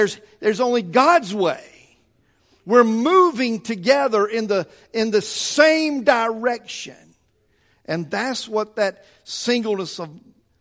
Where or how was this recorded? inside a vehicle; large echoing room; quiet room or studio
large echoing room